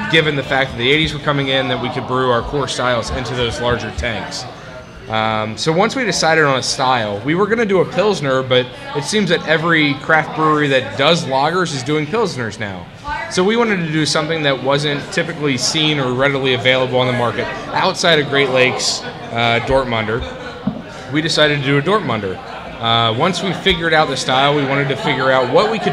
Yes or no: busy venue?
yes